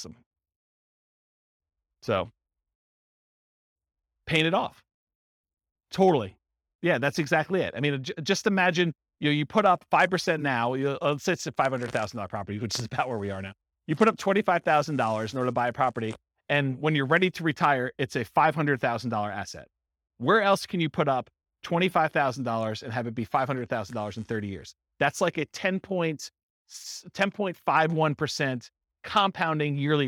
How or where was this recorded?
live audience